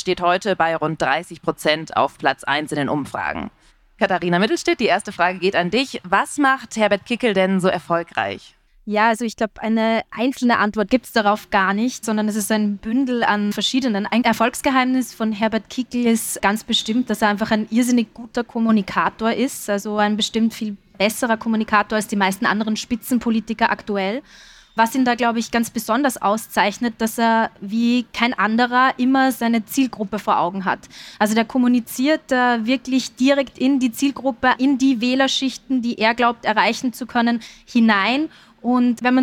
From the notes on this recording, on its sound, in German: live auf der Messe "Buch Wien" diskutiert.